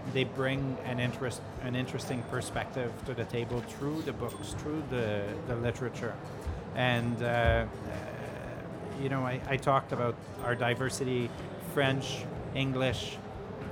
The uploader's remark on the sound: Live interview from SIBF 2022. Live from SIBF 2022.